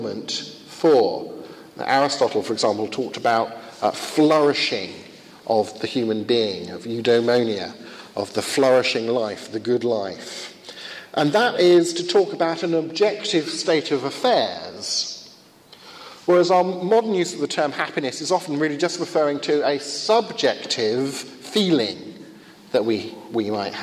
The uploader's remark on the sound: Conducted at a Finnish conference on the problem of evil.